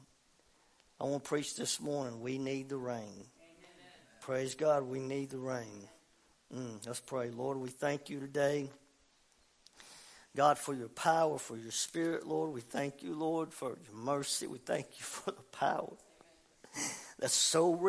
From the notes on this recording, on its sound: WELCOME TO OUR LIVE SERVICE. Family Worship Center in Athens Tennessee.